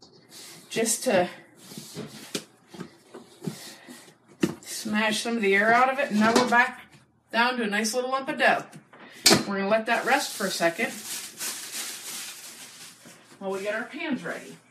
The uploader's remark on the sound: Sorry for the recording quality, we did a Facebook live video so we weren't using our usual microphone.